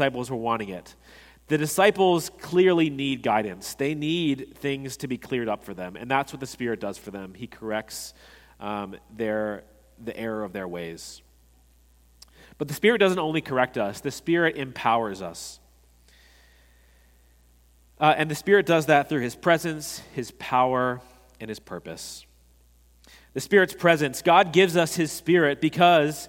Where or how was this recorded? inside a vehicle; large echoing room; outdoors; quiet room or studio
large echoing room